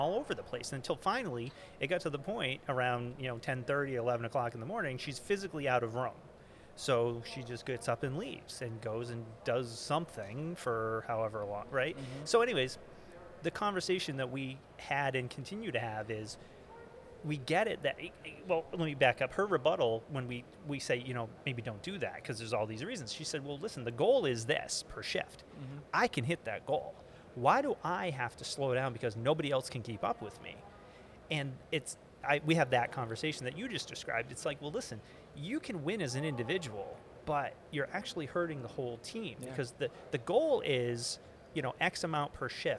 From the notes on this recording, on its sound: GBMP Live! From the GBMP Northeast Lean Conference!!